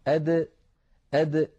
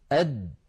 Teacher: ينحبس النفس لأنها ليست من حروف خص ضغط قض، أو عفوا من حروف فحثه شخص سكت، ولا وهي حرف شديد لأنها من حروف أجد قط بكت. فالدال لابد من حبس نفسها وصوتها عند النطق بها، وهي حرف مستفل.